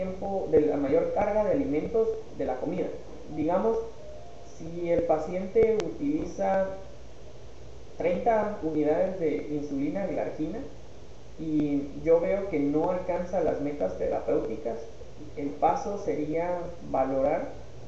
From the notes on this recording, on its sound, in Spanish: Con algunas dificultades de audio